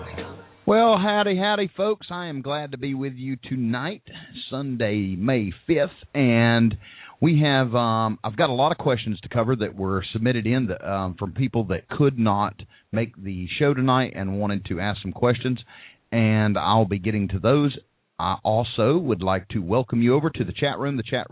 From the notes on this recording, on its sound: Street Vendor Call in show. Call in during the live Hot Dog Vendor Radio show with your questions or comments.